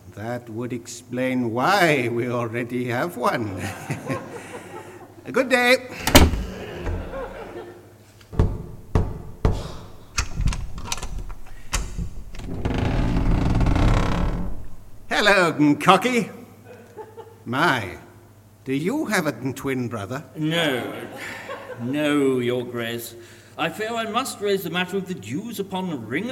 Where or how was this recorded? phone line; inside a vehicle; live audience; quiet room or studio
live audience